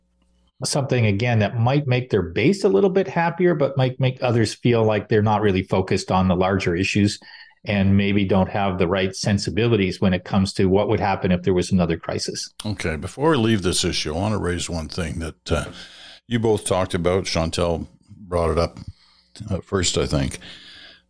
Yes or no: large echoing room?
no